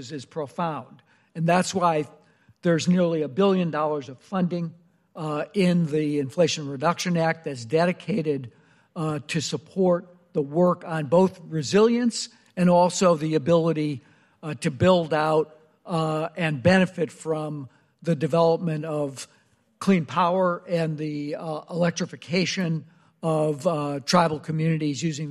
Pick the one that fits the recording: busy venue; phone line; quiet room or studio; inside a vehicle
busy venue